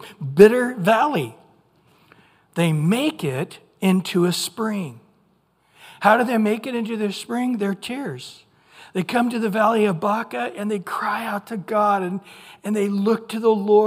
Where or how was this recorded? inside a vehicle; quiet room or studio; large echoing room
large echoing room